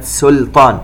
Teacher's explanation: نحافظ على السين سين ولا ننطقها صاد